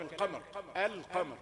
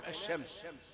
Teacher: إنما اللام القمرية هي اللي تنطق، ظاهرة كلام القمر، القمر، إنما اللام الشمسية مدغمة كلام الشمس